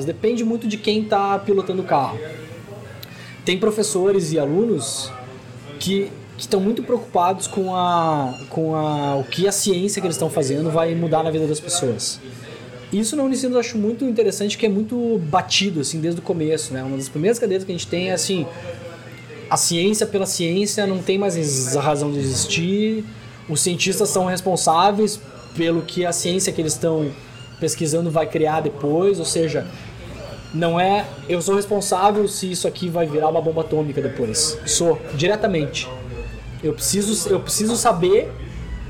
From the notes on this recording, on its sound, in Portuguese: O bate-papo foi gravado no Café do Duque, no Centro Histórico de Porto Alegre.